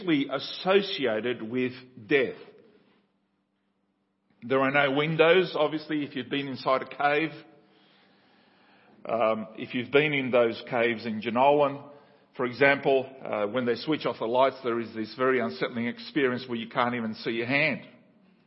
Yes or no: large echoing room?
yes